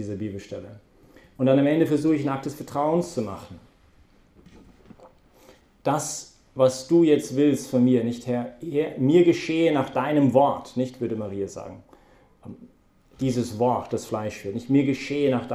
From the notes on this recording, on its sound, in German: Das war die Herausforderung, mit der wir uns heute bei der Predigt während der BeFree Messe auseinandergesetzt haben.